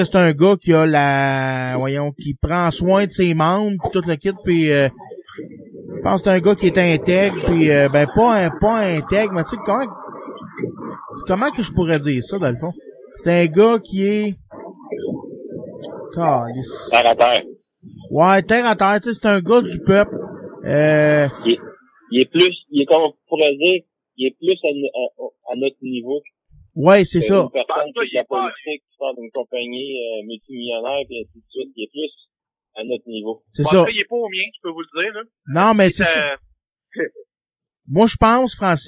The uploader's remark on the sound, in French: Excuser la qualite du son car j\\'ai faiut ca par telephone